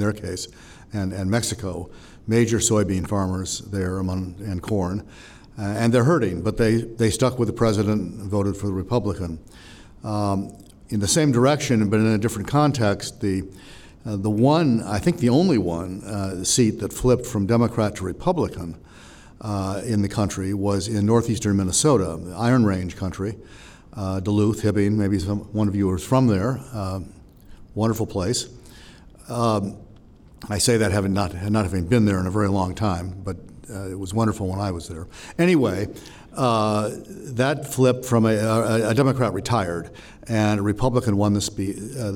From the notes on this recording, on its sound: Record in front of a live audience of members of the World Affairs Councils of America.